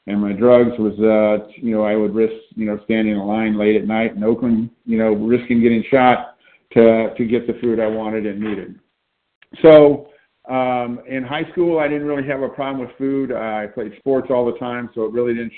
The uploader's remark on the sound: from the 100 Pounders Phone Meeting on 9/29/20